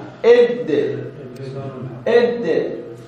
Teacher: طرف اللسان واللثة العليا · Term: الدال